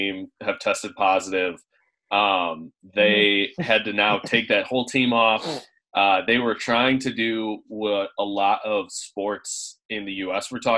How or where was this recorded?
video call